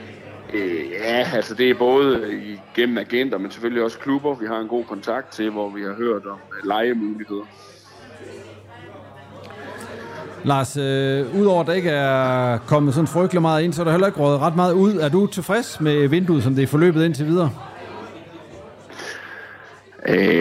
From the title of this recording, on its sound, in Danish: live fra Proud Mary